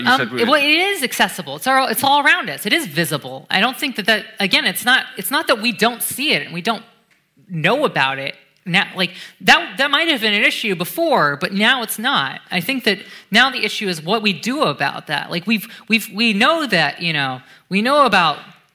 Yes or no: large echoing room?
yes